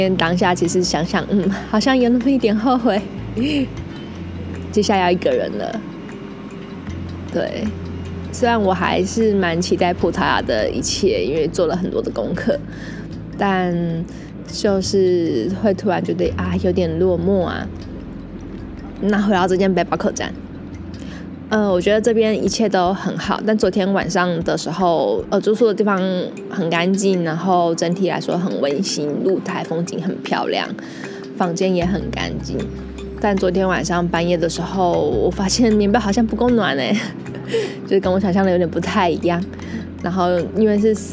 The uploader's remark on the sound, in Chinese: 葡萄牙里斯本漫旅 一個人旅行。國外雜音多，請多包涵。